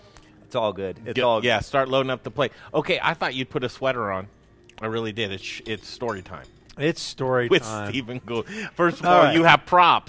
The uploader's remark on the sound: We're live at Golden Moon Speak and Golden Moon Distillery today